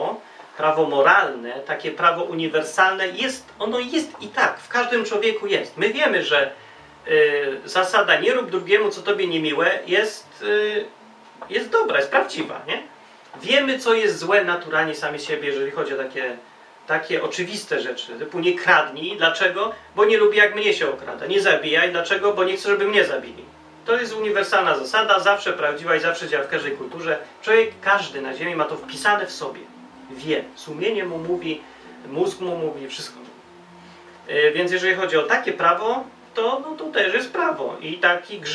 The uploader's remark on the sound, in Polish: audio z kolei jest tak słabej jakości z powodu małego awaryjki związanej z rejestratorem i bateriami.